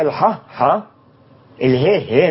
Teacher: هينطق الحا حا، الهي هي مش همزة ولا حاجة، ال ال ال القاف قاف.